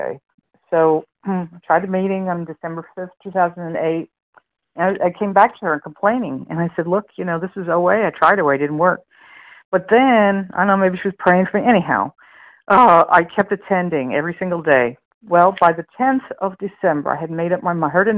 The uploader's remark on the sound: from the 100 Pounders Phone Meeting, 11/29/22